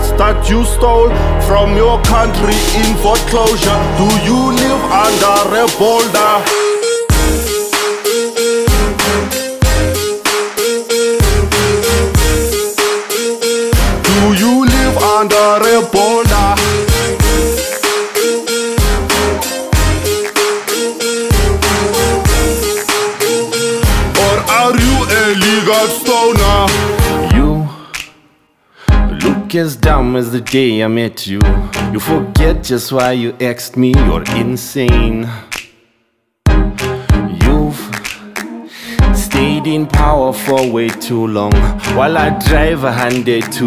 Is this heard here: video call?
no